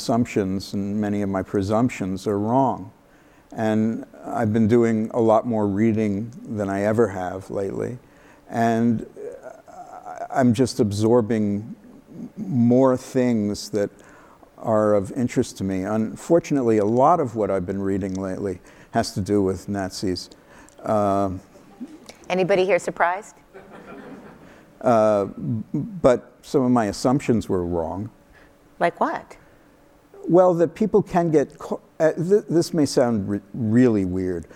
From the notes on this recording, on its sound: live on stage